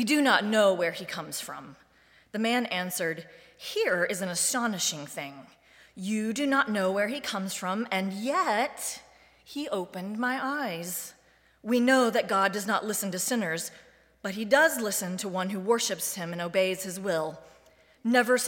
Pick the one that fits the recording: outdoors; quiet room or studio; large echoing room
large echoing room